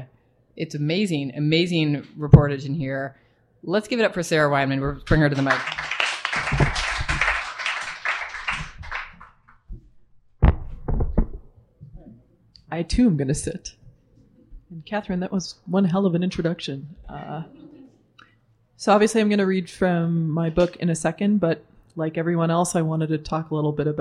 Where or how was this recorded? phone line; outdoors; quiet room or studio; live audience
live audience